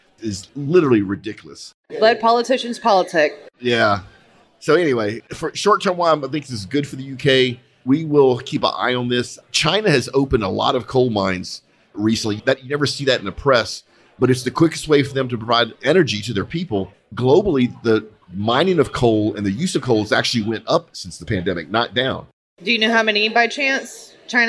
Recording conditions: busy venue